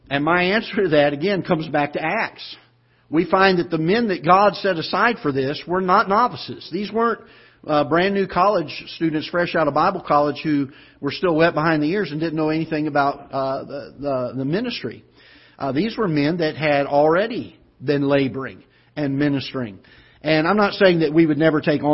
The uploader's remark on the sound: Ketha Heights Baptist Church ~ Live Broadcast